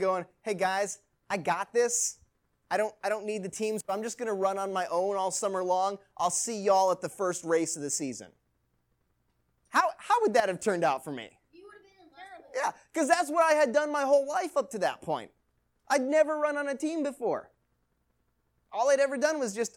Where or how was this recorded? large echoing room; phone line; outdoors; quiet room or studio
large echoing room